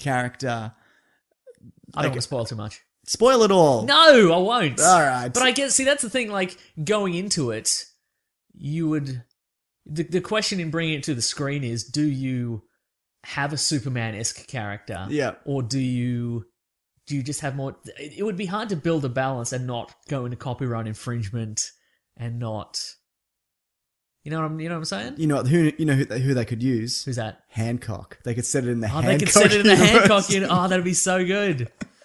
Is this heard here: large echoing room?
no